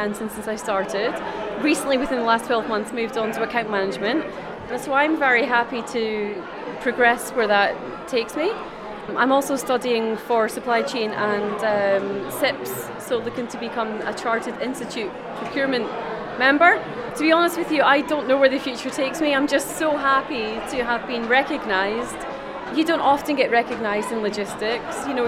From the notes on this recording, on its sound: Recorded at the awards evening at the Grosvenor Hotel in London, this podcast gives you a sense of the incredible atmosphere during the ceremony by speaking to the organisers, the sponsors and one of the lucky winners.